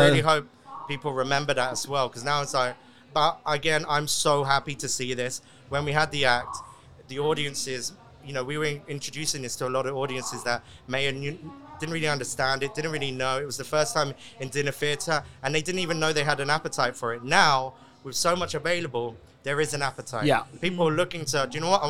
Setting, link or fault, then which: setting, busy venue